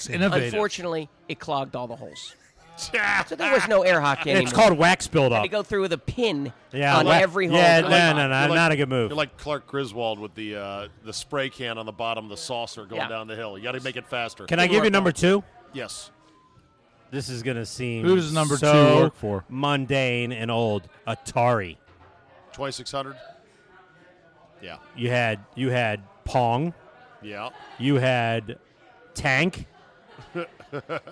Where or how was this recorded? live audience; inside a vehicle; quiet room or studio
live audience